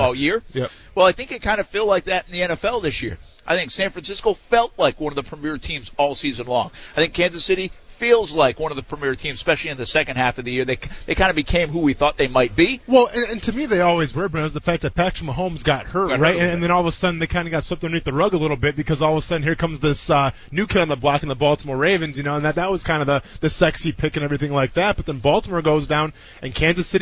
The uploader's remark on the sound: Live from The Senior Bowl